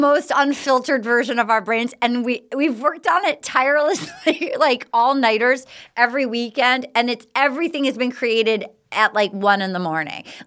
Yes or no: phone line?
no